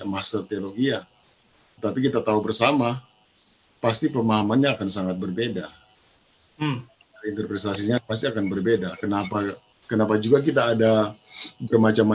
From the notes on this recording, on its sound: Tumoutou Imperium SDA Church Zoom Webinar